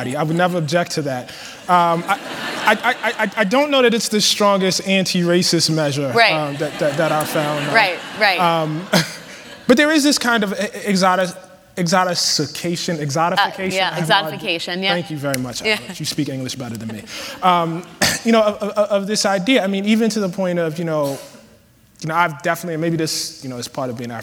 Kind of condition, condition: setting, live audience